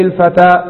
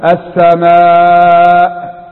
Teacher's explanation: لأن صوت الألف بغير همزة بعدها أقصر من صوتها إذا كانت الهمزة بعدها